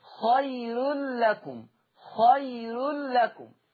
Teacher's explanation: قرأ ورش بترقيق الراء وصلا